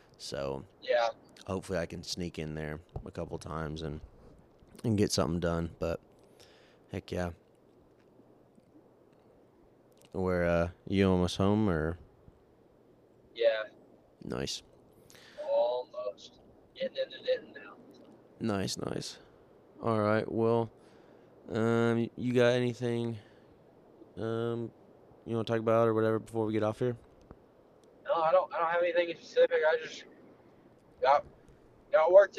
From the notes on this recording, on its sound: Is driving home from a memorable deer hunt.